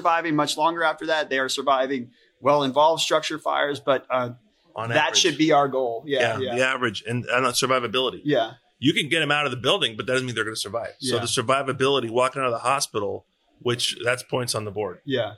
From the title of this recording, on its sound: Live at FDIC